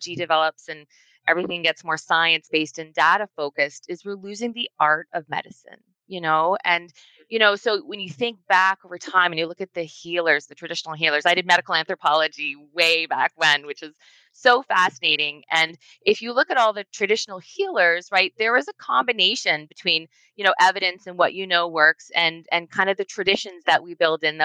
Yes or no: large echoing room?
no